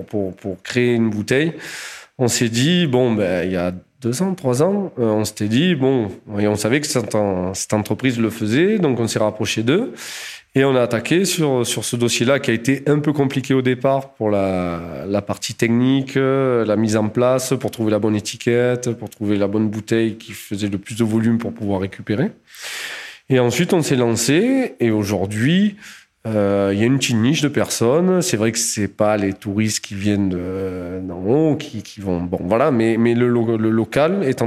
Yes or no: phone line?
no